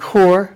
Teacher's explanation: Pater, tres, and cor with the velar sound, voiceless velar sound, K.